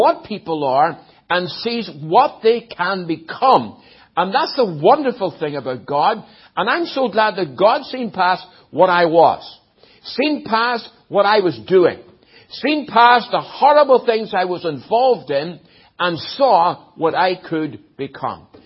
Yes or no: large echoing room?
yes